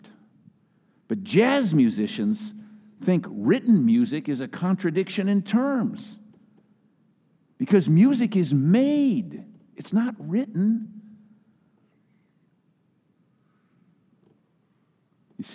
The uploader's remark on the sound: Message delivered during the Choir Sunday Celebration in the Traditional Worship Service.